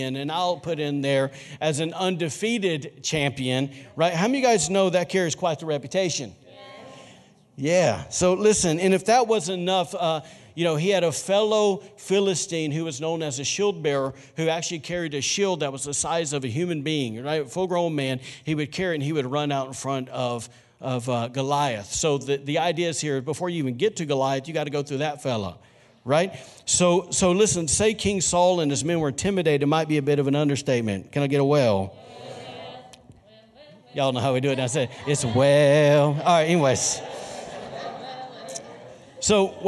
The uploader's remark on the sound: was recorded on Sunday, January 26, 2020, during service at The Anchor Church in Rockport, Maine.